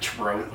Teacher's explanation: anything that was with a TH, it was always just the T sound · Term: Removing the H